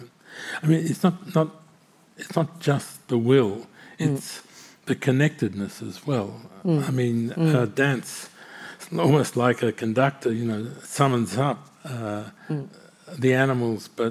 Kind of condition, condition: setting, live audience